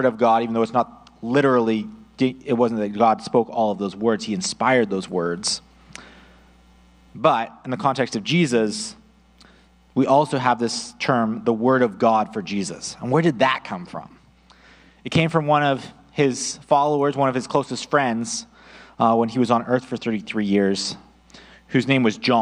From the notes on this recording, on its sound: audio only recording of our service